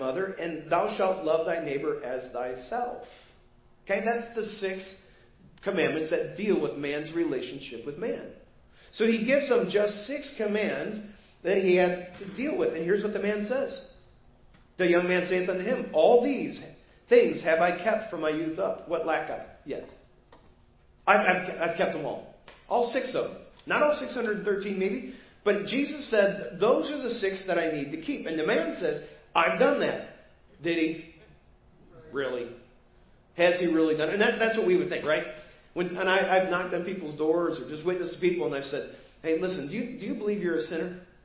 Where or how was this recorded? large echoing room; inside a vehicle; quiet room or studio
large echoing room